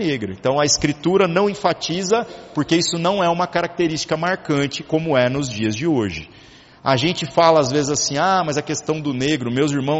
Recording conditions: large echoing room